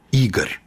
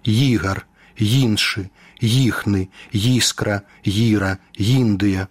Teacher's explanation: А ў пачатку слова і схаваная тая непрыкметная розніца. У расейскай мове – І, так званы цвёрды прыступ – Ігар. У беларускай – «Ї» – мяккі старт